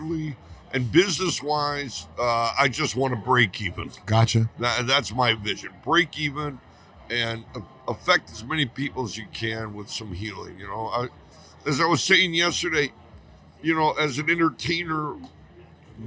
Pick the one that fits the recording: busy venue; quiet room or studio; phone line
busy venue